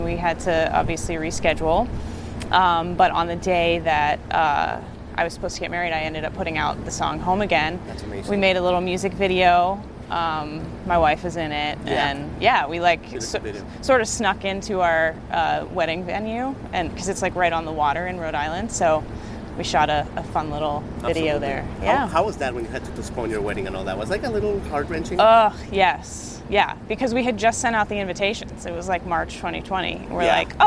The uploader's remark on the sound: Live from SXSW 2022 in Austin, TX